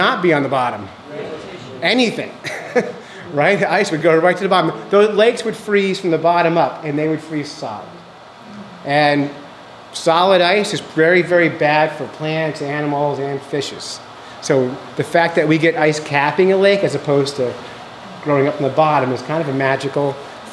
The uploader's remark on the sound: This week we were invited to give a lecture called "Life Under the Ice" at Tin Mountain Conservation Center.